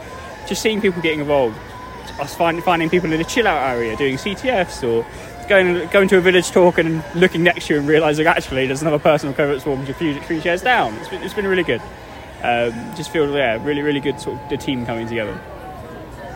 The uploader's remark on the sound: DEF CON 2023 Special, live from BrewDog Las Vegas. Recorded live in Las Vegas at DEF CON 31.